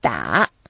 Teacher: It's like a D-A, third tone, da.